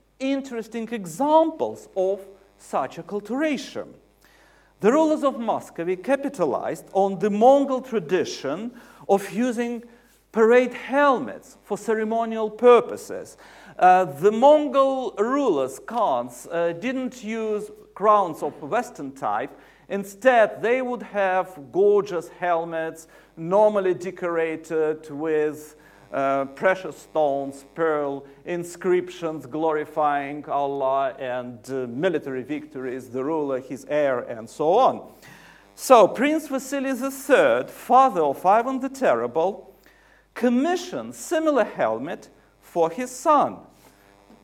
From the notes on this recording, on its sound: UCL Lunch Hour Lecture